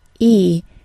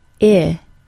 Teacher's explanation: the difference is a slightly lowered tongue position, along with the short I having slightly less duration.